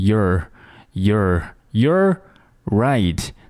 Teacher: 那这个 youare，我们通常会被弱读成 you're